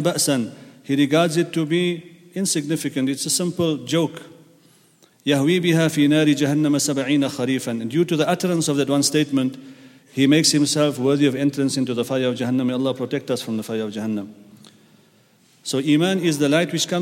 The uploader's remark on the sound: at the Houghton Masjid (West Street)